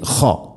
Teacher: തൊണ്ടയുടെ മുകൾ ഭാഗമാണ് മഖ്റജ് · Term: ഖാഫ്